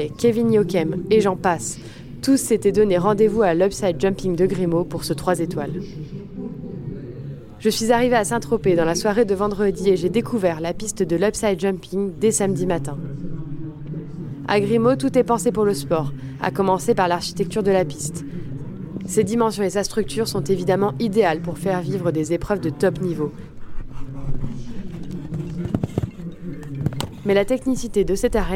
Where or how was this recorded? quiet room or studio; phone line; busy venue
busy venue